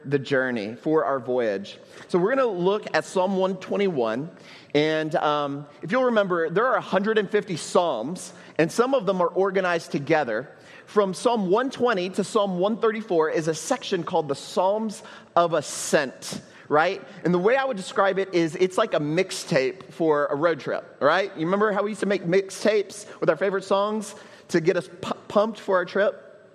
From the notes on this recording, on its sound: at Trinity Church, Puerto Rico